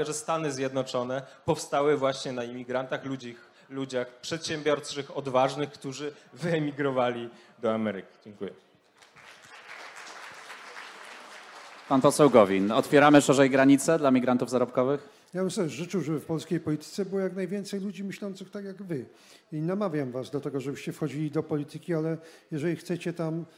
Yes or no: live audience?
yes